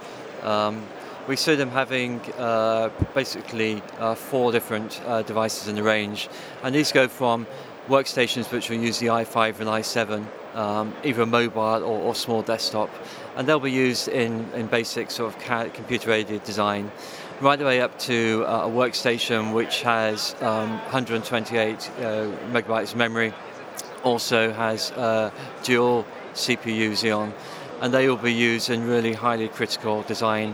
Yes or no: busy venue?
yes